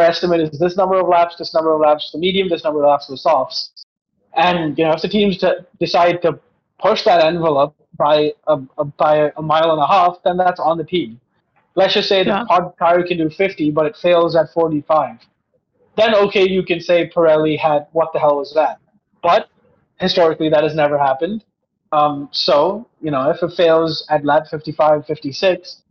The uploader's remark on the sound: Firstly, sorry for the audio.